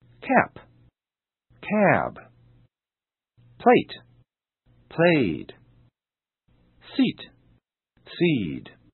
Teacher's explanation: how different vowel lengths are used to differentiate words ending in voiced and voiceless consonants